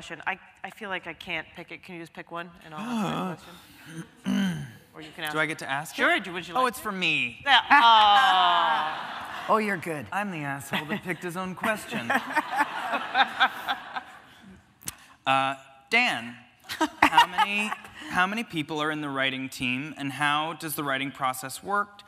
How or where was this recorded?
live audience